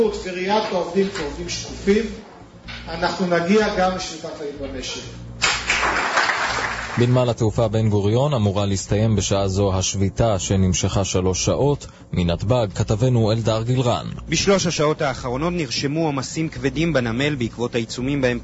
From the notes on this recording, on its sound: Annual NSN New Year's Celebration Live at Cedar Market in Teaneck, NJ with Live Music and More.